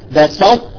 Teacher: هلا الطاء كما قلت لكم هو من أقوى حروف اللغة العربية، الطاء إذا جاءت بعدها التاء وكانت الطاء ساكنة لا يمكن للتاء أن تأكل الطاء لأنها حرف قوي، فتظهر صفة الإطباق والاستعلاء